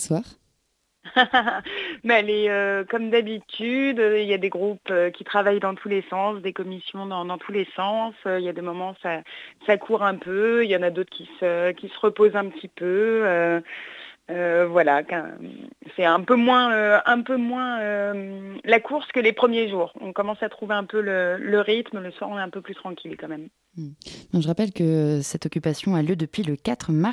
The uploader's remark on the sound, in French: Puis nous aurons par téléphone et en direct depuis l’Odéon occupé. Radio Campus Paris.